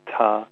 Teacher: we use aspiration in a sound like P, like pa, or T, like ta